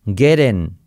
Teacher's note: T como R suave, I como E